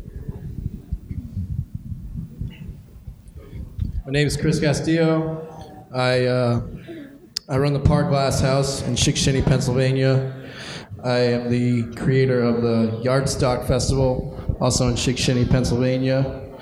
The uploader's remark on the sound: recorded at the 2016 Electric City Music Conference on Saturday, Sept.